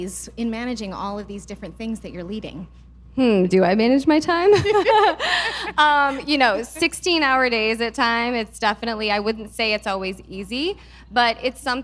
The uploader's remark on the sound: Live from our 2022 Small Business Summit event. For a fireside chat.